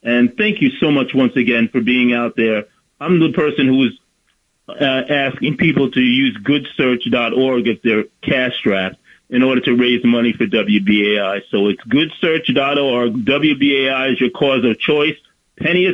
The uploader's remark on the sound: WBAI Listeners Call In to The Indy News Hour.